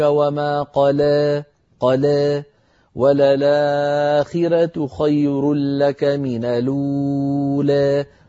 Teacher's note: ورش يقرأها إما بالفتح كحفص مثلا أو بالتقليل، يعني الإمالة الصغرى